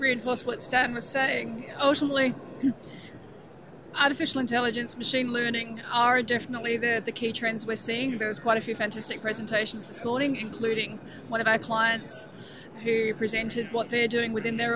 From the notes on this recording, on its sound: We took The GIM Channel podcast to PDAC 2018 in Toronto to join 25,000 mineral exploration professionals at the four day conference. From the trade show floor.